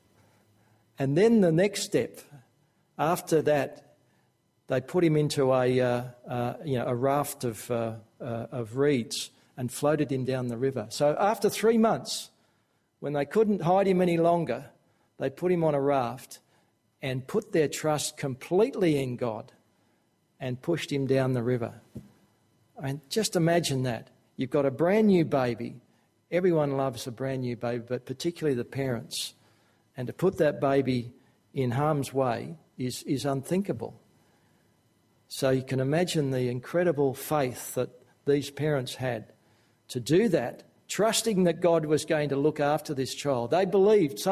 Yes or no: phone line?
no